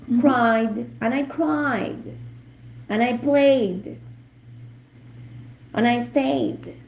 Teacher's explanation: La D es más suave, la plosión es menos. Sigue siendo plosiva, pero es menos.